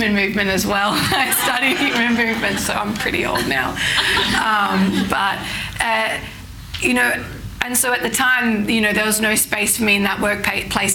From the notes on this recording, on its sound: Recorded live in front of an audience at a Trailblazers Women In Sport Business event in Sydney. Please note there are a few issues with the audio quality due to the unpredictability of recording a live event!